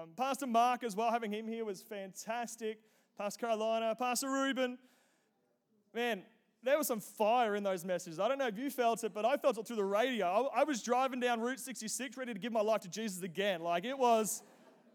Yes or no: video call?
no